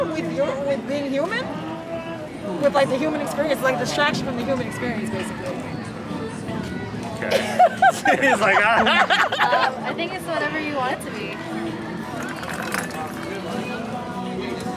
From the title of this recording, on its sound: Street Interviews - LA Boardwalk